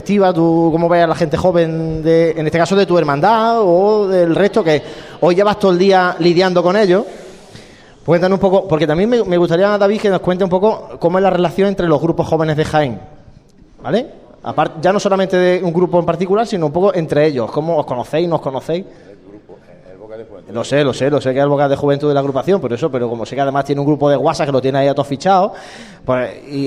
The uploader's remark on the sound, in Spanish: Pasión en Jaén ha sacado sus micrófonos para grabar la mesa redonda sobre la juventud cofrade que ha tenido lugar en el marco del Encuentro de Grupos Jóvenes organizado por el Grupo Joven de la Estrella con motivo de su décimo aniversario. Casa Hermandad Estrella.